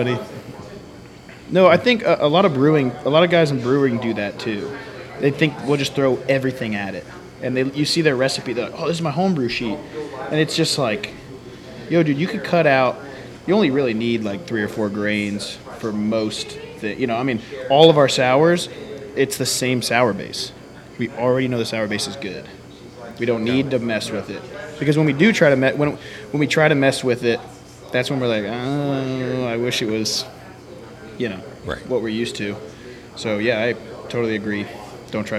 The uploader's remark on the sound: on location at Martin House Brewing